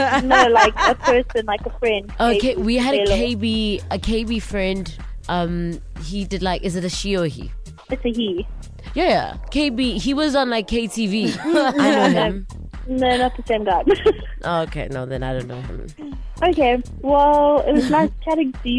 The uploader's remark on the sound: We called a number